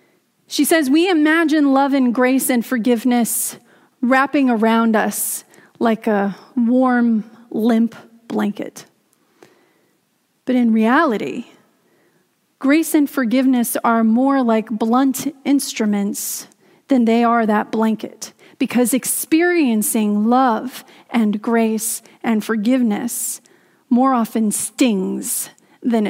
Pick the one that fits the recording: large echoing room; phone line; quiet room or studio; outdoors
large echoing room